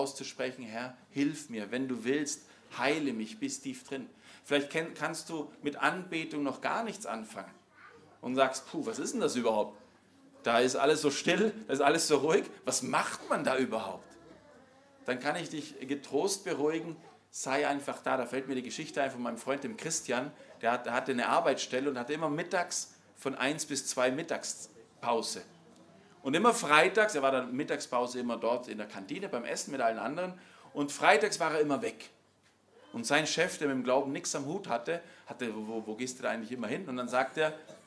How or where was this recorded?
large echoing room